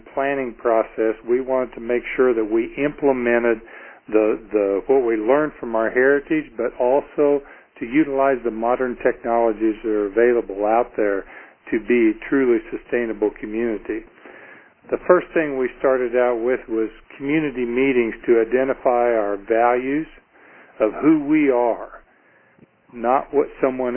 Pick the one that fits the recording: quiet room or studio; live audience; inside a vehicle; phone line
phone line